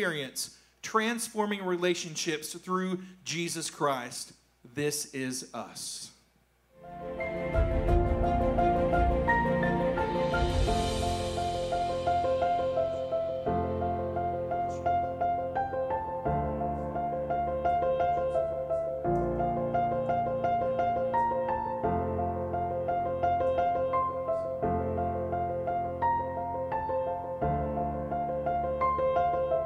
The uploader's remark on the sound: A rebroadcast of the message from our service on January 31st.